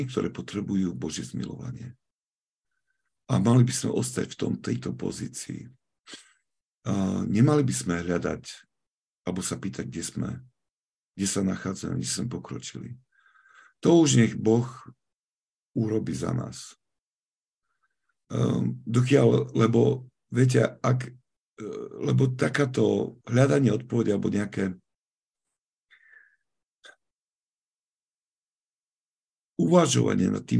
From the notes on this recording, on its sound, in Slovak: Filokalia Live - pravidelné online stretnutia prostredníctvom ZOOM